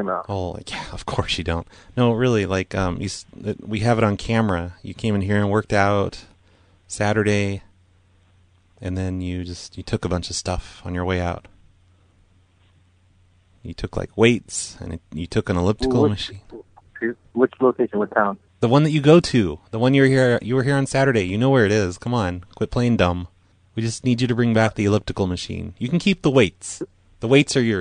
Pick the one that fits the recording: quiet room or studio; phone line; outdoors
phone line